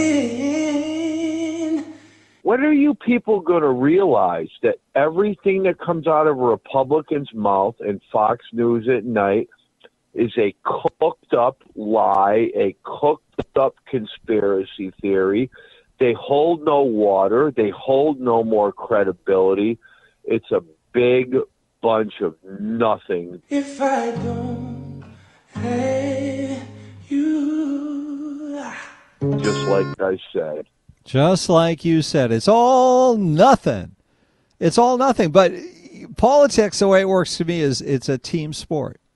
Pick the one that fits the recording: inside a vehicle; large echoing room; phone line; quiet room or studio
phone line